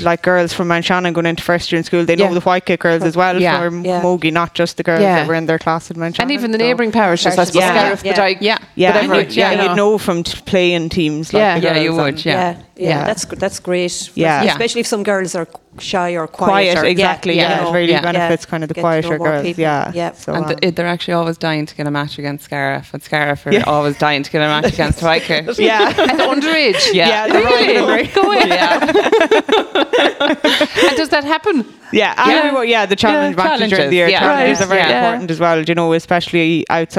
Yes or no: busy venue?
yes